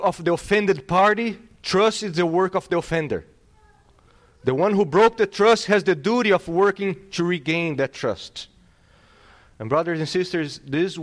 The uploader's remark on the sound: This sermon was delivered on October 16th, 2022. At Salem Reformed Baptist.